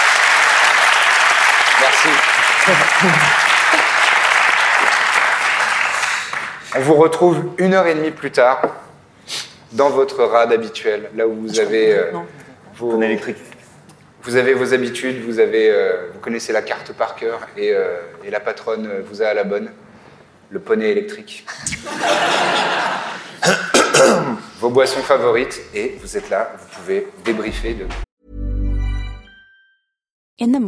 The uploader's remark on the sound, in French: Événement en public avec le Forum des Images, qui nous a accueilli·e·s dans sa plus belle et grande salle